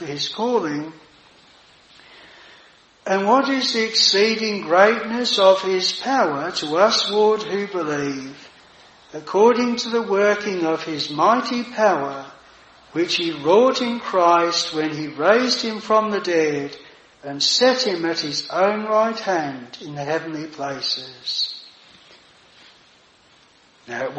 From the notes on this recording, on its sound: This sermon was preached at Jireh Chapel Tenterden